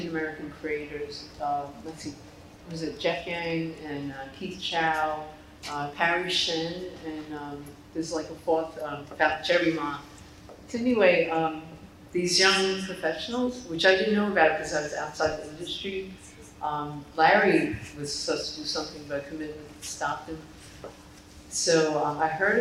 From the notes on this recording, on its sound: The following podcast is the audio recording taken from Comic-Con 2023.